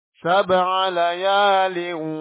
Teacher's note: Karena waw adalah huruf gunna, maka bunyi suara harus dilewatkan lewat rongga hidung.